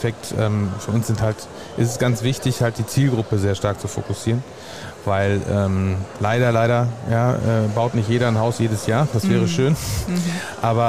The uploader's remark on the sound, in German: Spezialfolge live vom Online Marketing Day